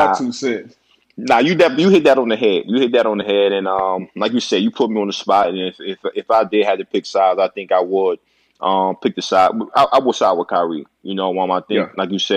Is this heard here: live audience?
no